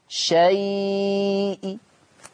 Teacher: حتة من الكسرة، مش اي كسرة كاملة · Term: الروم